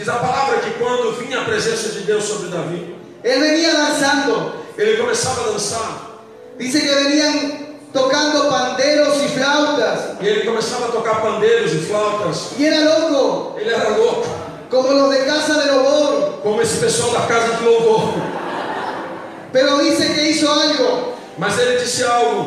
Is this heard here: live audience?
yes